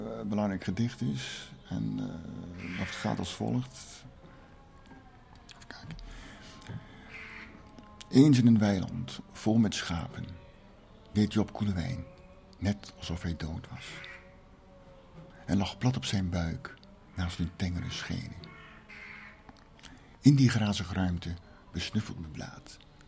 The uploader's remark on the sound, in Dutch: Opnames vonden plaats in de priorij van Buitenplaats Doornburgh.